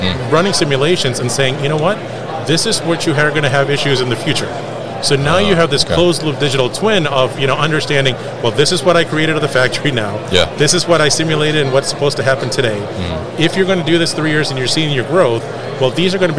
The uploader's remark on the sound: Live from ProMat 2023.